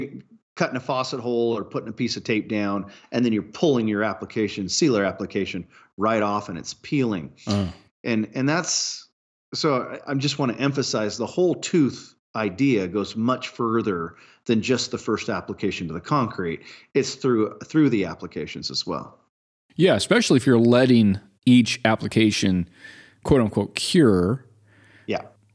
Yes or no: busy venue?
no